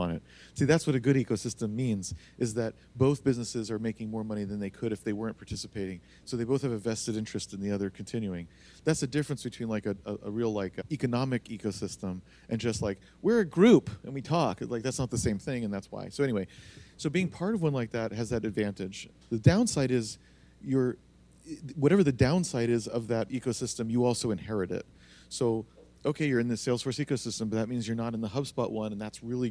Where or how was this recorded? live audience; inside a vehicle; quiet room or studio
live audience